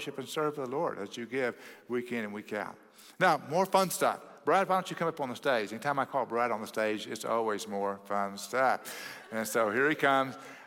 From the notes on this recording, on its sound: at Cross City Church in Euless, TX on December 17, 2023